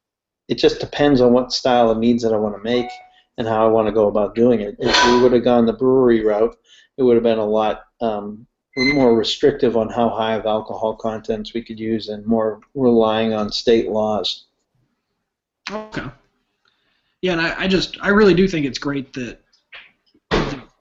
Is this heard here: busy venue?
no